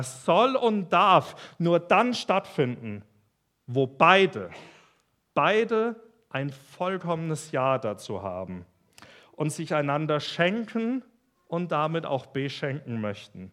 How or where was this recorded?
large echoing room